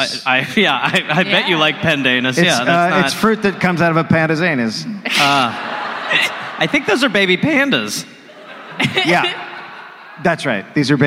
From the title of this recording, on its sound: Live in Adelaide